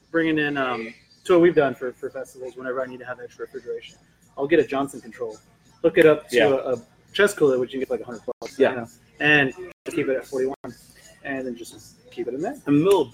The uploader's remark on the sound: Here at Public House Heights